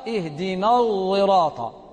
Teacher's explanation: تكلف حرفا بين حرفين فصار اهدنا الصراط، لا هي صاد ولا هي زاي · Term: الإشمام